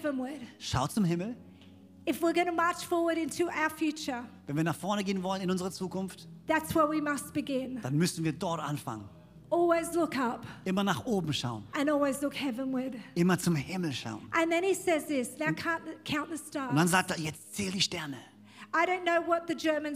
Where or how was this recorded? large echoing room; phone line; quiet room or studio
large echoing room